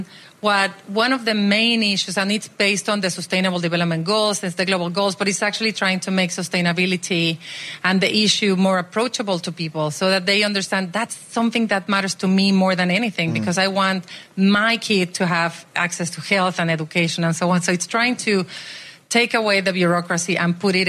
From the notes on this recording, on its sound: LIVE From SXSW.